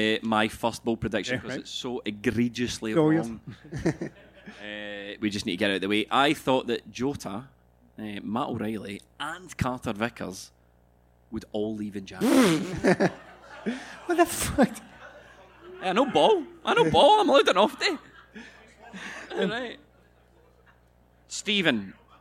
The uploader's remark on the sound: Here is the audio for part two of our end of season live show. At Drygate in Glasgow. Apologies for some of the visual aspects of the show not translating well to an audio medium.